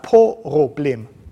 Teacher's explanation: Und in der phonetischen Datenbank des Kiezdeutsch findet man ein Wort für Problem als Problem. Zwischen P und R Konsonanten werden epenthetiert mit O.